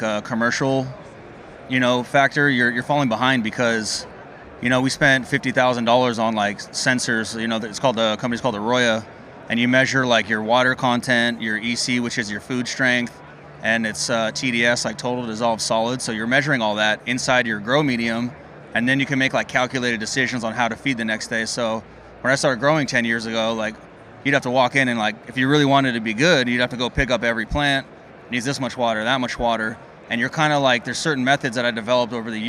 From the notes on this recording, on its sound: Recorded on site at MJBizCon 2022.